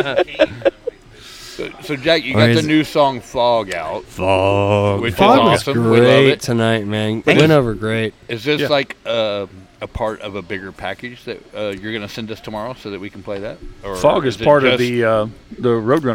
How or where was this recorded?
busy venue